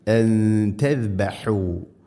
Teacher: ഇന്നല്ലാഹ യഅ്മുറുക്കും, യഅ്മുറുക്കും, യഅ്മുറുക്കും അല്ല, യഅ്മുറുക്കും അല്ല, യഅ്മുറുക്കും. അൻ തസ്ബഹു, സാക്കിനായ നൂന് ശേഷം ത വന്നാൽ നൂനിനെ അവ്യക്തമാക്കി മണിക്കണം · Term: ഇഖ്ഫാ ബിഗുന്ന